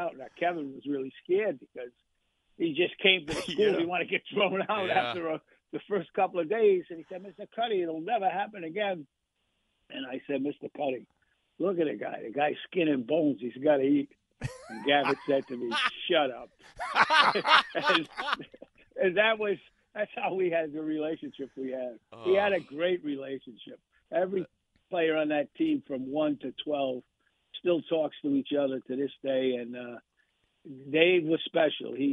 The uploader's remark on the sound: calls in Live